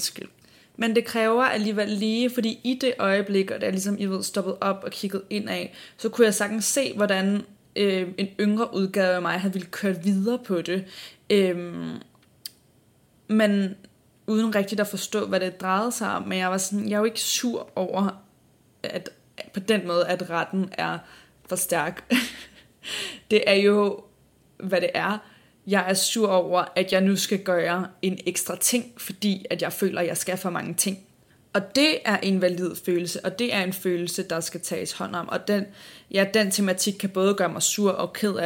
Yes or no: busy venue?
no